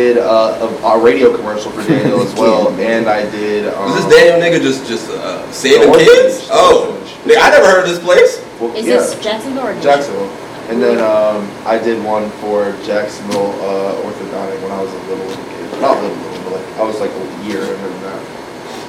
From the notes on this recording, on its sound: We had some AUDIO DIFFICULTIES this pod! Accidentally unplugged the audio cord so we had to use the raw camera audio.